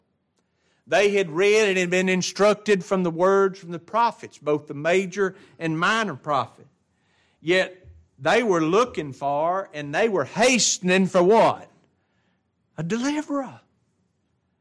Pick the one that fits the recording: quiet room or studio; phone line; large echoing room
large echoing room